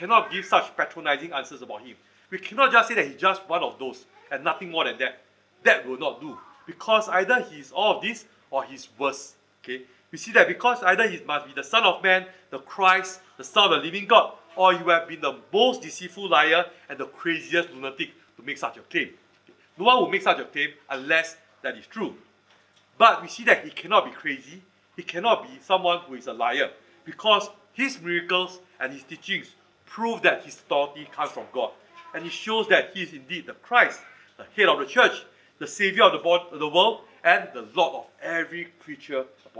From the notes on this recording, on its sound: Recorded Live/Sermon. Weekly livestream of our worship services.